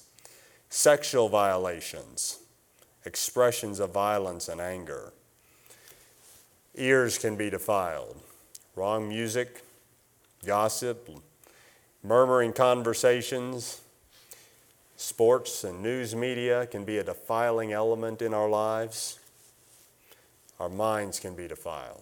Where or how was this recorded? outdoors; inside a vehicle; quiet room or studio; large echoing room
large echoing room